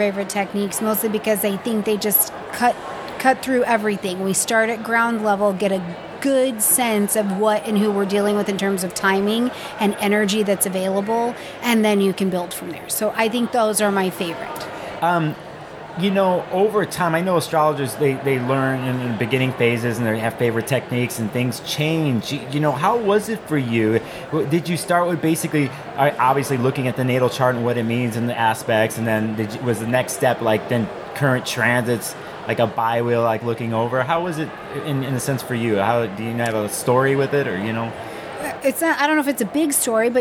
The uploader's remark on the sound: This was recorded at the 2023 Northwest Astrological Conference.